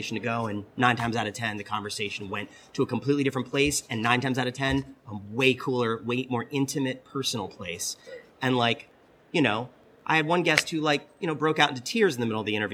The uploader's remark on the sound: This latest episode was recorded last month while we were at LA Comic Con. This latest episode was recorded last month while we were at LA Comic Con. The folks there were able to connect us with this opportunity for an exclusive one-on-one interview.